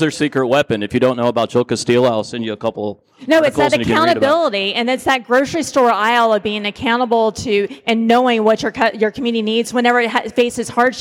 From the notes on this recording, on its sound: Today's insights show comes to you live from Money20/20 in Las Vegas at the Leadership Loft.